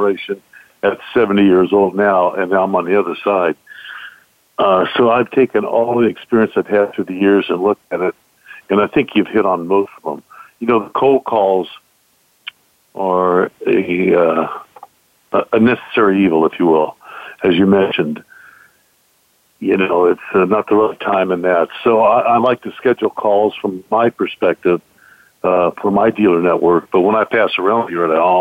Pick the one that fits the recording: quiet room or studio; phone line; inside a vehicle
phone line